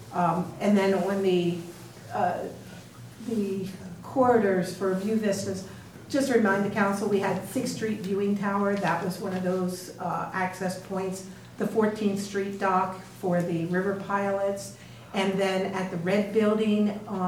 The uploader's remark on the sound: Live recording of Astoria City Council meeting. In City Council Chambers.